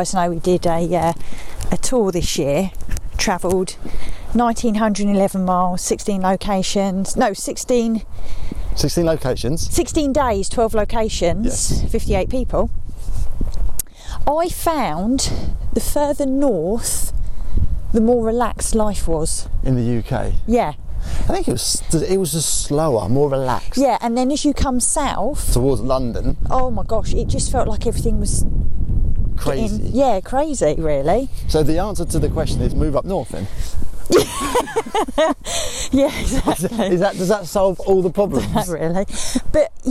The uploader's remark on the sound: Walking podcast.